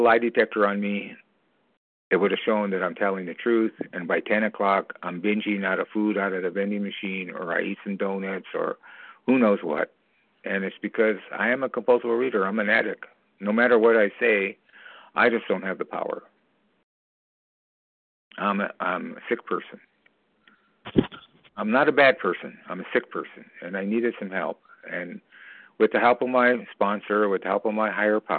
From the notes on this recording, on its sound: from the 100 Pounders Phone Meeting, 5/28/23